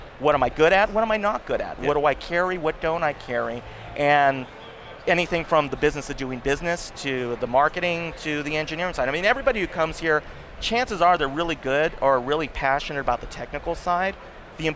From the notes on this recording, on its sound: We are live from CEDIA Expo 2014. There are a cast of contributors from manufacturers to integrators and programmers.